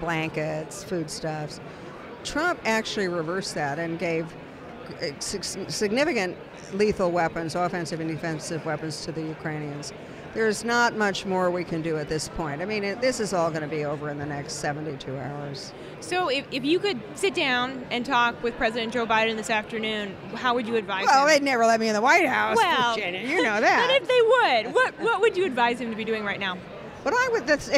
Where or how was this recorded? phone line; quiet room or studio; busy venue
busy venue